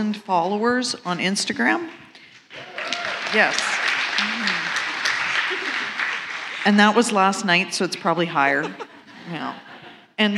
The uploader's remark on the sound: This is a special episode as we are sharing a live panel discussion put on by AWESOME at the Empowering Women’s Conference that took place at Canada’s Farm Show in Regina, SK.